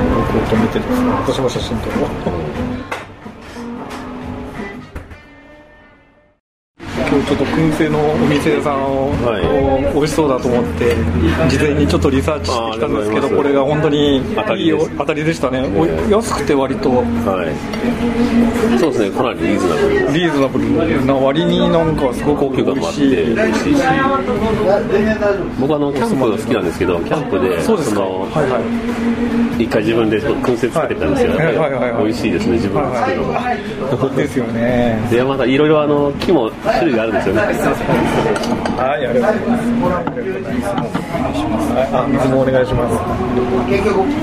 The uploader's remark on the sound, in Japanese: ２０１９年４月に東京でお会いしたときの音声です。録音環境が店内のため、お聴きづらい点があることをご容赦ください。